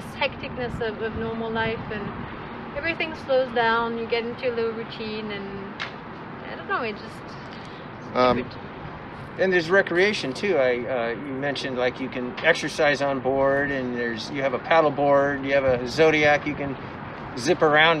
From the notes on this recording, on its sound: our podcast recorded in a makeshift sit-in area on the pier and among storage containers